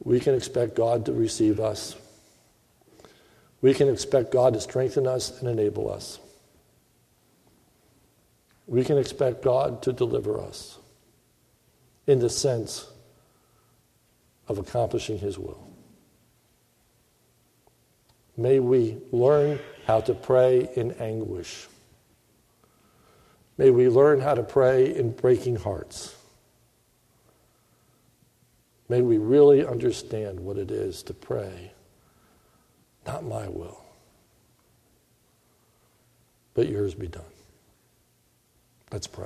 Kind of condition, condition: setting, large echoing room